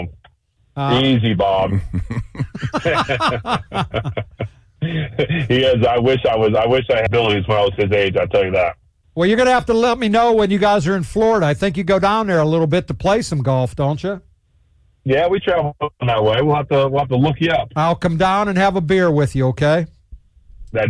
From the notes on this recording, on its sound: called in so give his congratulations